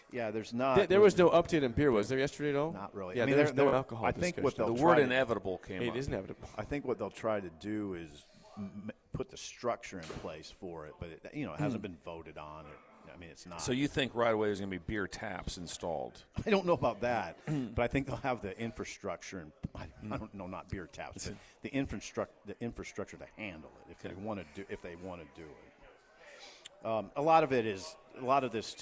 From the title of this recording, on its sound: We are LIVE from Double Eagle Golf